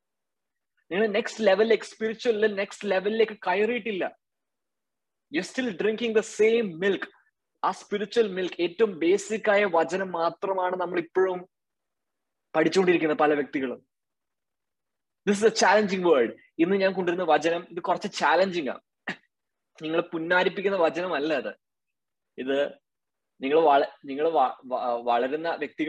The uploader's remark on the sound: Zoom Meeting.